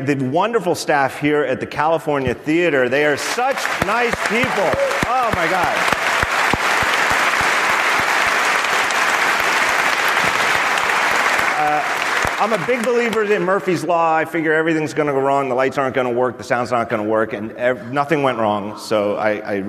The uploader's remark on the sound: Live From WWDC 2019